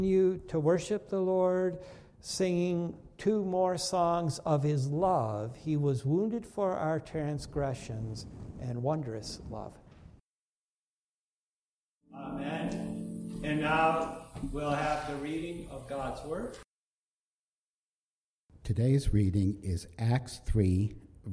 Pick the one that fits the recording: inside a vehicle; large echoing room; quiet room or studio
large echoing room